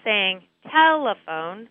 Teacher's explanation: So as I'm saying telephone, I will pull on the rubber band for tell and then reduce the other syllables, the phone, so I'm not saying them as clearly · Term: stressed syllable